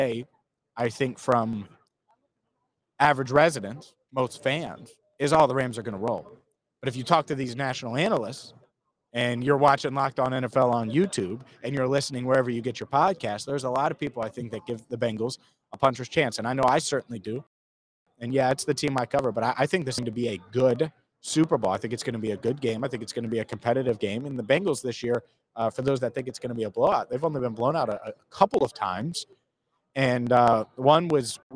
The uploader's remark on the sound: Big Game Week live from Radio Row.